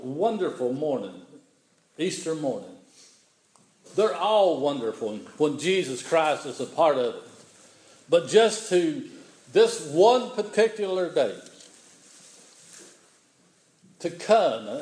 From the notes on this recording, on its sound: The following is an audio recording of the Sunday morning worship service on March 27, 2016 at Persia United Methodist Church in Rogersville, TN.